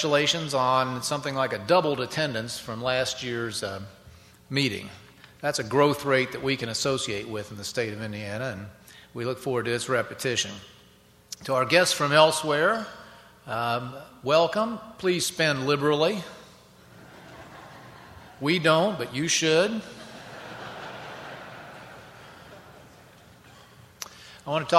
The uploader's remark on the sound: keynote address at WIndiana 2009